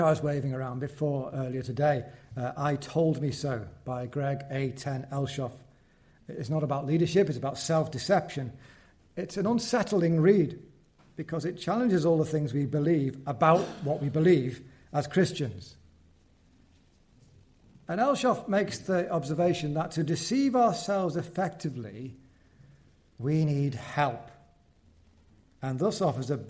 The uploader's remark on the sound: from the 2023 Fellowship of Word and Spirit Conference